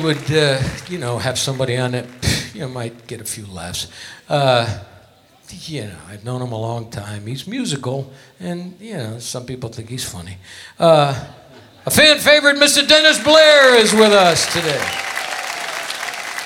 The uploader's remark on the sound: Live at the SouthPoint Casino